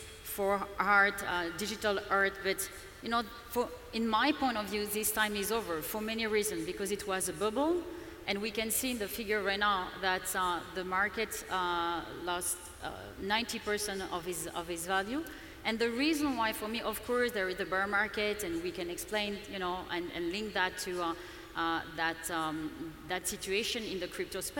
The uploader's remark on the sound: Panel Discussion at TMRW Conference Dubai